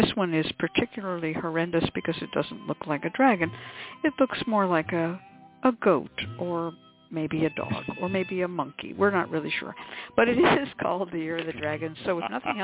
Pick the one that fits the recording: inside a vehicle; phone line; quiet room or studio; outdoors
phone line